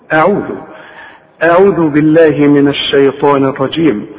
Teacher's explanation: الهمزه دائما مرققه، فما تقولش قول اعوذ، ورقق العين، العين مضمومه